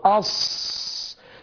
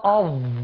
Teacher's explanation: لما طلعت طرف لساني في الظاء أظ، فشدت لساني للخارج دي أثرت قليلا على الإطباق، لكن الصاد لساني في الداخل لسه فتمكن الإطباق. لكن الظاء لما خرجت أخرجت طرف اللسان فتأثر الإطباق